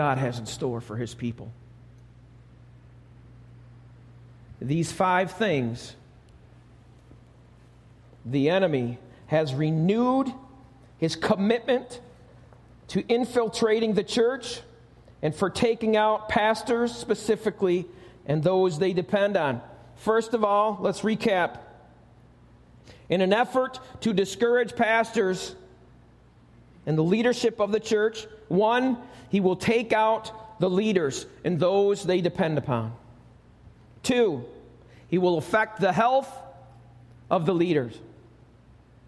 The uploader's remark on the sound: Recorded live at Alabama Full Gospel Fellowship - The Lighthouse. 5329 Gravel Rd., Medina, New York 14103.